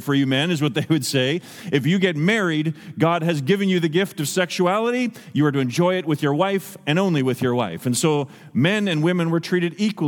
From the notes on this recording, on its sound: Over the phone.